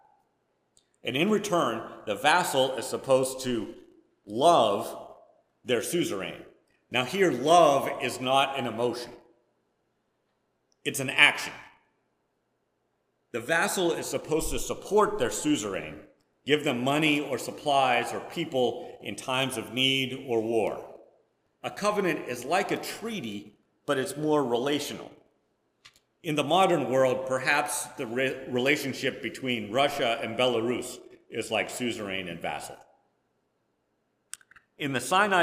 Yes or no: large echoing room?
yes